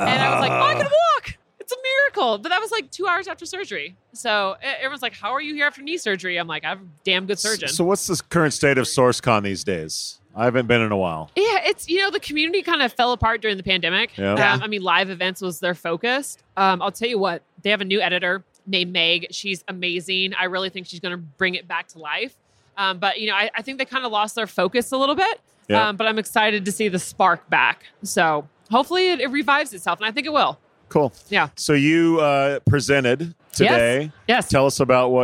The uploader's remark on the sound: Live from UNLEASH America in the Workhuman booth